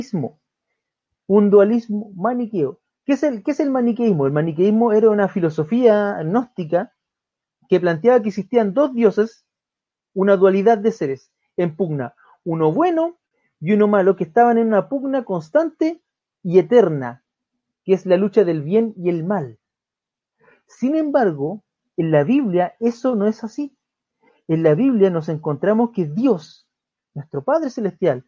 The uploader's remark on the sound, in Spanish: Programa grabado en Vivo por Facebook Live